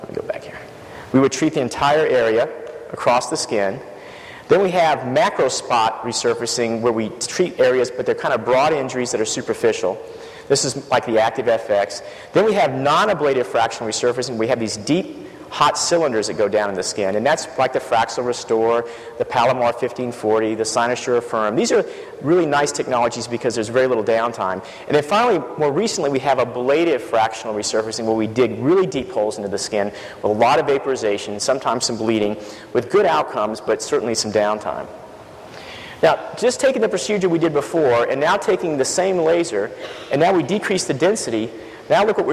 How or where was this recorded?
live audience